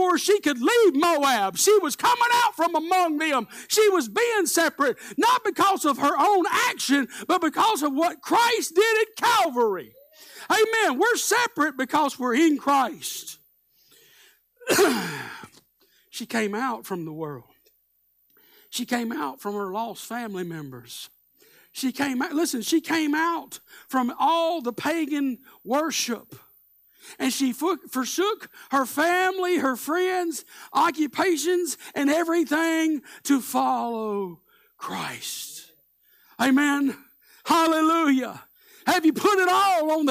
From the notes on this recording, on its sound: Live Sunday Morning Service